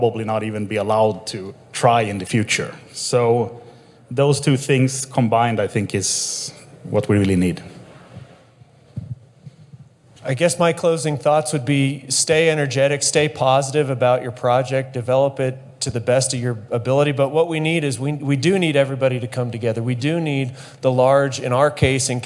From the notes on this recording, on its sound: Live! From the Geothermal Rising Conference. Talks with guests while on stage at the annual Geothermal Rising Conference in Reno, NV.